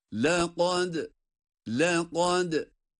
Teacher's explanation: Kaf kalın, dal ince.